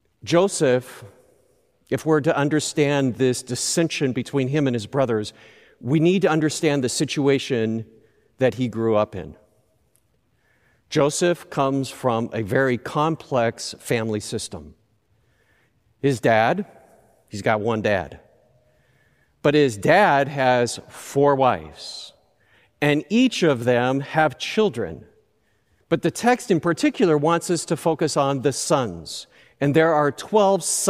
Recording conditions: large echoing room